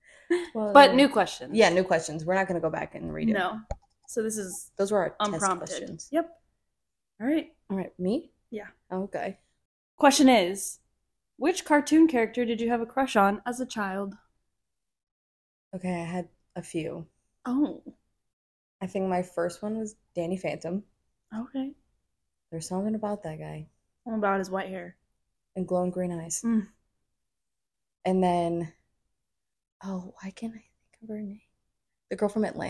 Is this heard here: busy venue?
no